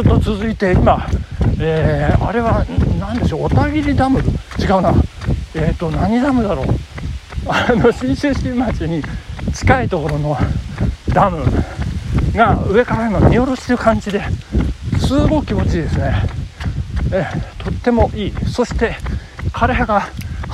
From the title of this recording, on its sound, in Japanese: 信州新町を目指して峠越えした後の下りでキロ4分台での収録